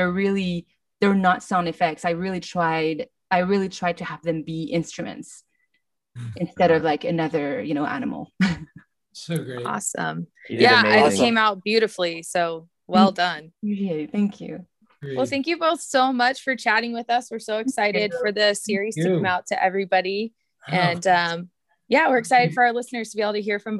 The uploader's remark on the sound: We were able to have a zoom call interview.